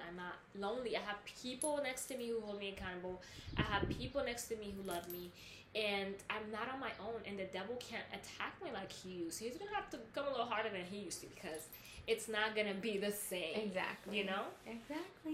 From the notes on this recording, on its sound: We had some background noise and technical difficulties so forgive us for that.